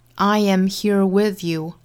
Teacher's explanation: I am 两个词不缩约的话，分开读呢就会有一个元音的连读了。